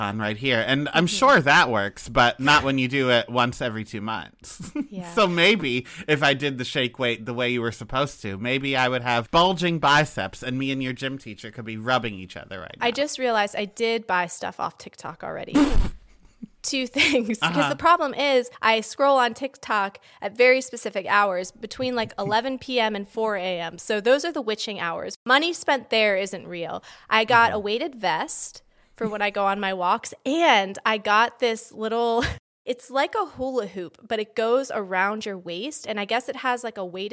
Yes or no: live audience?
no